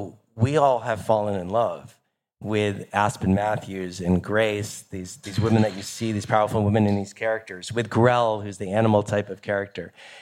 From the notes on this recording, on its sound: A Fireside Chat. In an exclusive fireside chat at Gateway Miami moderated by Now Media co-founder, CEO and EIC.